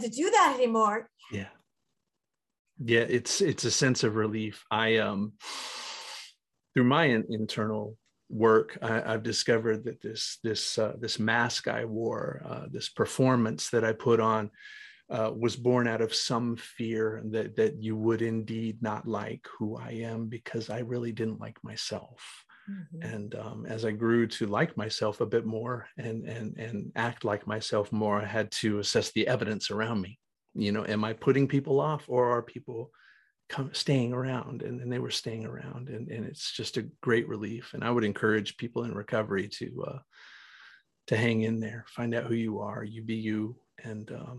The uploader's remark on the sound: Recorded 10.13.2021 from Raleigh, NC & Charlotte, NC on Zoom